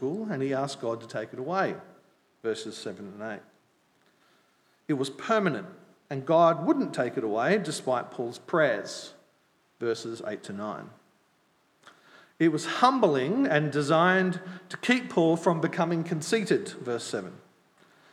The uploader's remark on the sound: At Night Church on Sunday 10 July 2022. Grace Anglican Church.